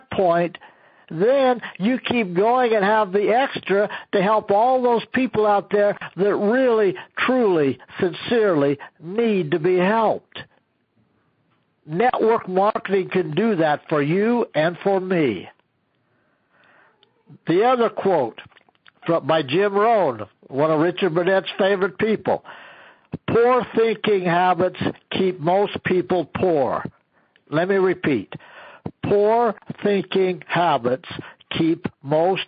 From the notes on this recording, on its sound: an archive of weekly conference calls